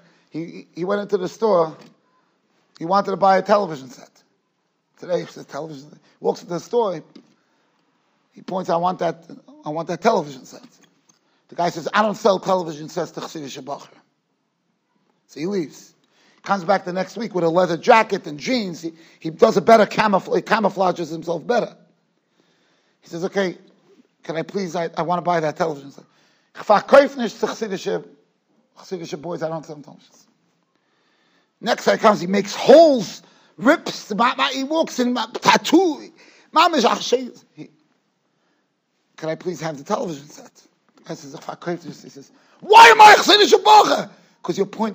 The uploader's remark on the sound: Shiur recorded in Yeshivas Ohr Reuven, Monsey, NY.